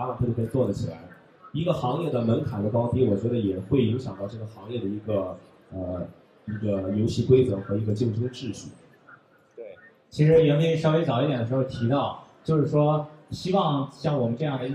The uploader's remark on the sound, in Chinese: ISPO Beijing 2015 现场特别版。全球最大的体育产业行业展会 - ISPO 北京 2015 的现场录制了一期特别节目。